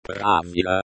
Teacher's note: The stress is on the first syllable.